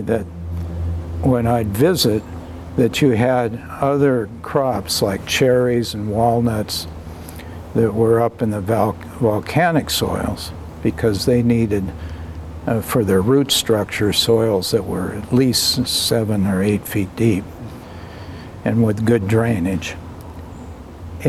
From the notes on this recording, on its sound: Outside Nicholson Library at Linfield University in McMinnville.